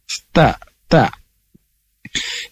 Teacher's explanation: Ujung lidah bertemu dengan pangkal gigi atas, ujung lidah, ta, ta. · Term: huruf ta